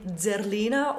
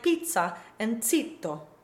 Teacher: the letter Z in Italian, which can be voiced like the name Zerlina or in mezzo or azzurro, or unvoiced like pizza and zitto